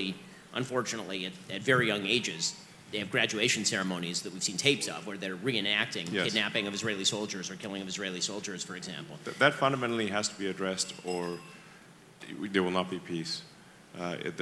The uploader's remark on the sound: interview from inside the conference